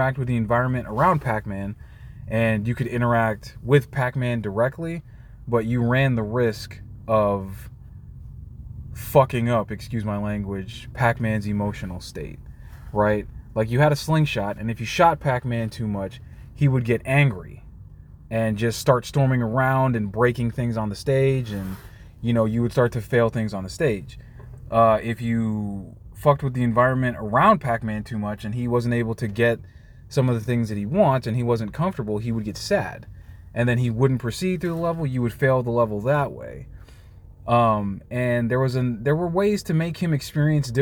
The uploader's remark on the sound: I am comfortable recording in my car, so don't mind the passing vehicles.